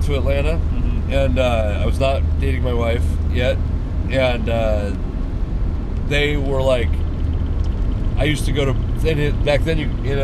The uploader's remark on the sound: we recorded a podcast on the drive home